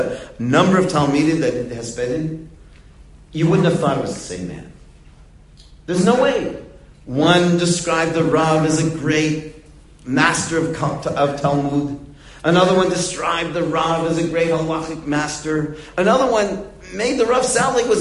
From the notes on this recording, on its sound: Delivered in the Glueck Beis Medrish.